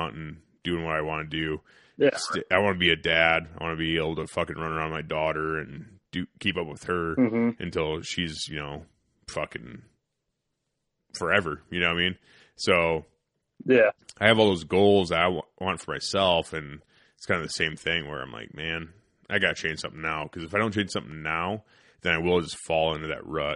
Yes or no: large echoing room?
no